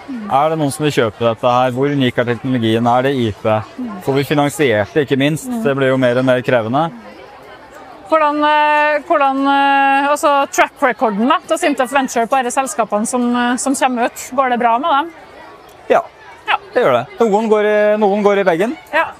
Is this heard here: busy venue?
yes